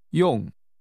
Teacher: The word meaning to use is pronounced with a falling tone. 用. It sounds just like the middle of the word credit card, but when used like this, it has a different meaning.